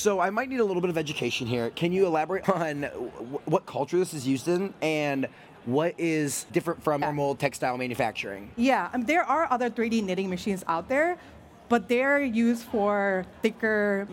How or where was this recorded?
busy venue